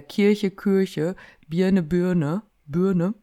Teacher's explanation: das I wird häufig zu einem Ü · Term: Berlinerisch